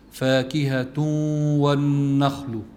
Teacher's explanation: فاكهة تنوين فيها بالأخير، بعد إجا حرف الواو اللي هو من حروف الإدغام، فهون التنوين اللي هو بآخر كلمة فاكهة يدغم بالحرف الذي بعده اللي هو الواو، فيقال فاكهة والنخل.